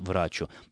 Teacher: в конструкции «врачу исцелися сам» ударение в слове «врачу» используется только на первом слоге · Term: ударением на первый слог